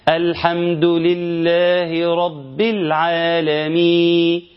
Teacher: أنا ما نطقتش الحرف الأخير أصلا، النون بتاعت العالمين أنا ما نطقتهاش أصلا